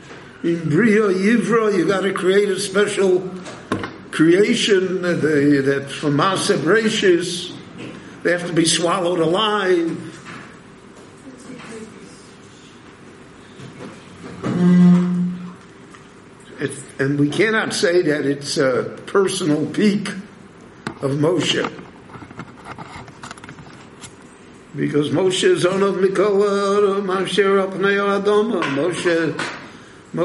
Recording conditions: live audience